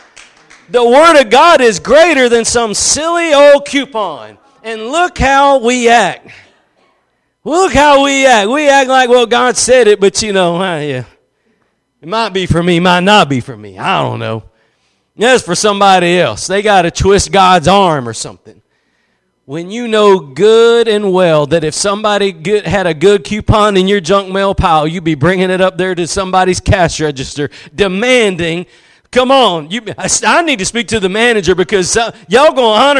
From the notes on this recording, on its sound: Preached at Gospel Lighthouse in Bossier City, La.